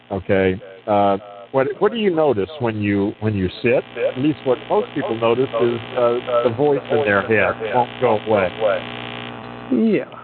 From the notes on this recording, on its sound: really bad audio